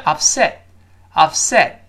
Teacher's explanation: 最后那个 t，几乎听不到了，就发生失去爆破线的 upset。upset。注意到了吗？舌尖顶上去，憋住这口气